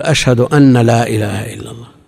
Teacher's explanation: بعض الناس من المؤذنين وغيرهم يشدد النون فيقول أشهد أن لا إله إلا الله، هذه نسمعها حتى من بعض طلاب العلم، يعني أشهد أن لا إله إلا الله، ما تسمعون مثل هذا؟